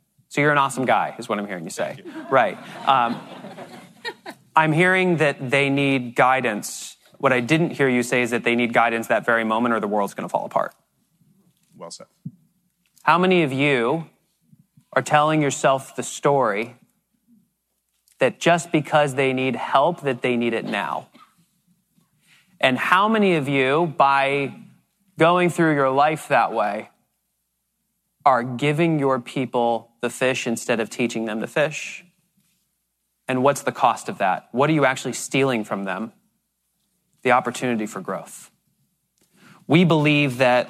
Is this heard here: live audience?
yes